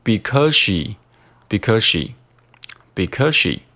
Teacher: Because 和 she 中间直接连读